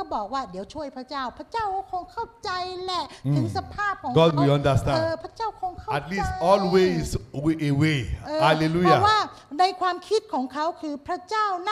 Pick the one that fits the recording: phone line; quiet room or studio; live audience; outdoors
live audience